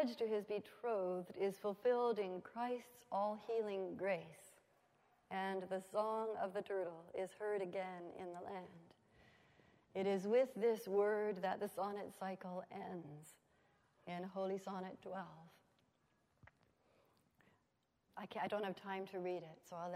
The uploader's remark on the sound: at the Wycliffe Centre for Scripture and Theology Fall 2015 Colloquium